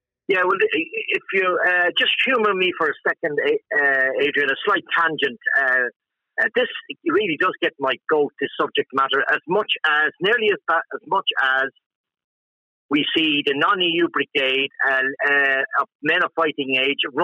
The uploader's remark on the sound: Hangs Up On "Knuckle Dragging Cave Man" Caller Live On Air